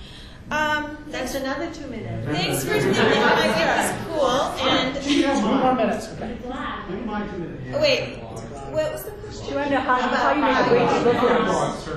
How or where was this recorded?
busy venue